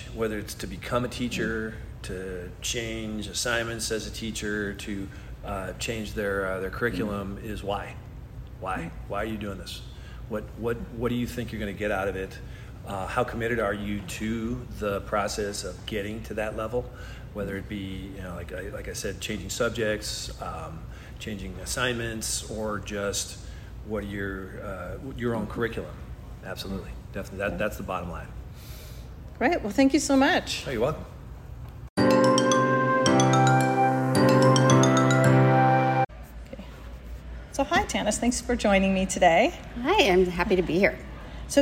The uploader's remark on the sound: I recorded this episode at the 2023 Fall CUE Conference in Stockton, California. I interviewed a few conference attendees.